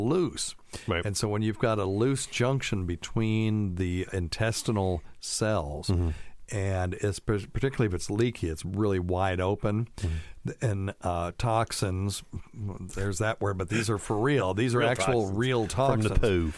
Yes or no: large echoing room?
no